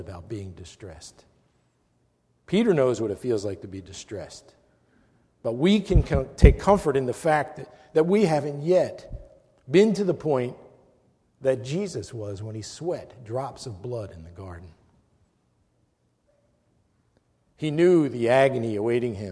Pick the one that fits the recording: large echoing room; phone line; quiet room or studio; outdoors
large echoing room